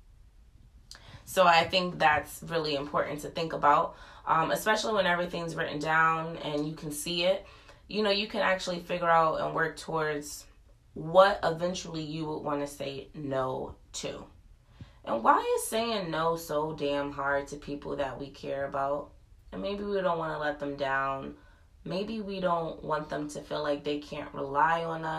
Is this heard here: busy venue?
no